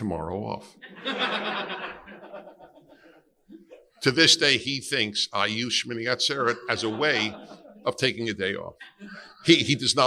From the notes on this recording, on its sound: Keynote Address at the Reclaiming Conservatism Conference in Glen Cove, NY- December 19, 2016.